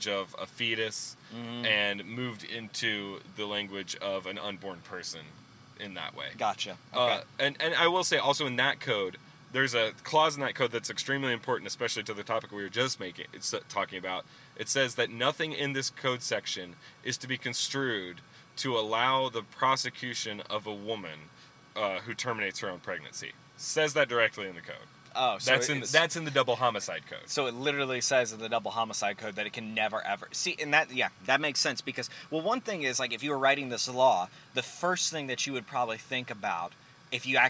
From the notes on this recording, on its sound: in the car this week